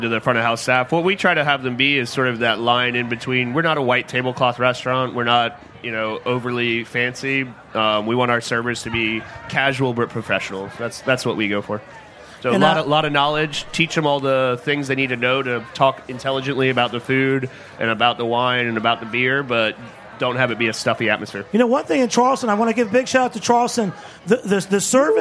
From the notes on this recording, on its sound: broadcast from the Charleston Wine + Food Festival